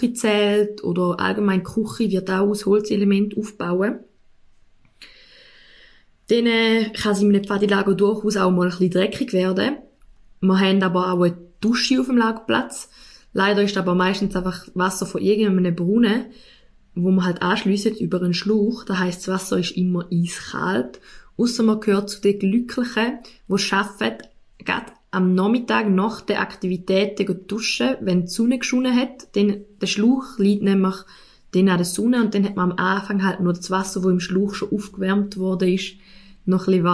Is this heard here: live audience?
no